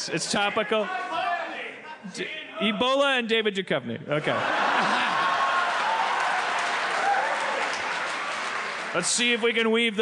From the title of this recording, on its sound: LIVE from 92y in NYC